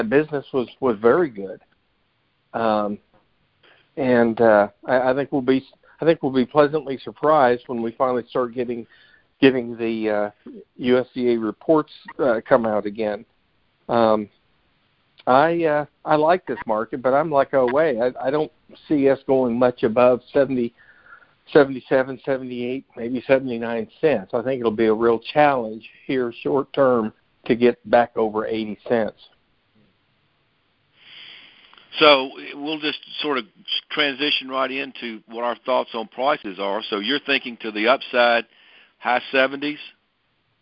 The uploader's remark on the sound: Monthly Conference Call On Cotton.